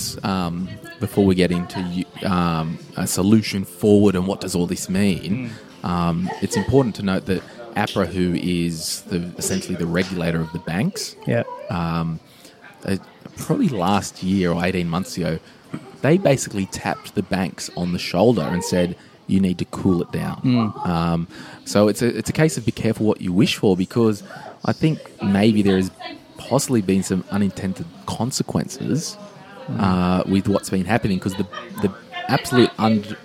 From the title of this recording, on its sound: live From Flour & Co